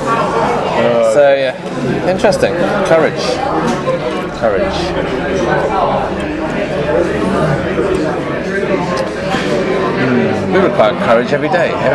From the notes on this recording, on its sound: Fountains Abbey, Paddington, UK. The boys enjoy a pint in a pub with a historical connection to Sir Alexander Fleming.